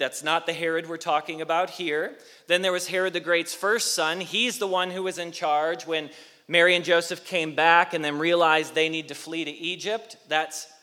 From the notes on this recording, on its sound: Message Preached at Valley Creek Church